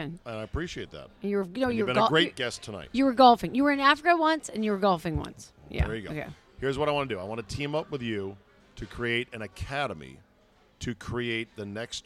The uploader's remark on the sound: Recorded at DC Prime Steakhouse in Ashburn, VA.